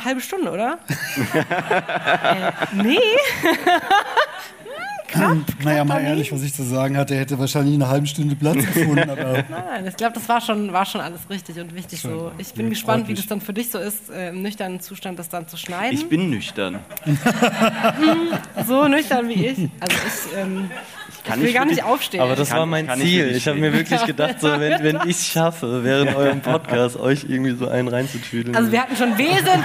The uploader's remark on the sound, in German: In unserer Live-Folge. Inklusive hörbar lauschiger Sommerabendatmosphäre im Festungsgraben, brought to you by zirpende Grillen und Halsbandsittichkolonien!